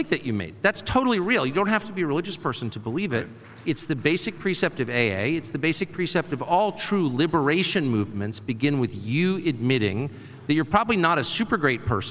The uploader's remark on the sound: LIVE From TPUSA AMFest. LIVE at America Fest 2023 in Phoenix, Arizona.